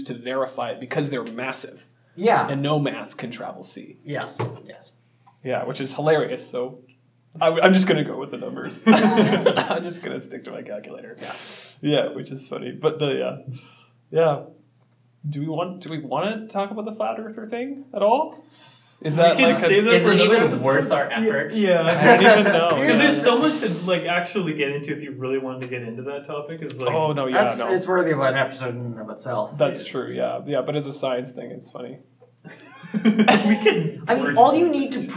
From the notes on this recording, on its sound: We apologize for the sound, the room we had was terrible.